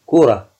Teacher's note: فتقف عليه بالهاء لأن التاء مربوطة، والتاء المربوطة هاء تقلب هاء عند الوقف مثلا.